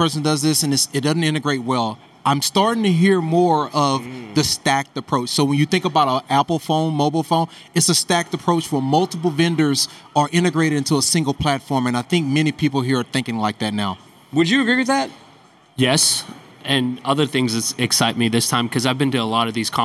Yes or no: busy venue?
yes